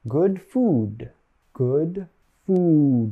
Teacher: Both sounds have a high tongue position at the back of the mouth. But to make the U sound, your tongue should be a little higher.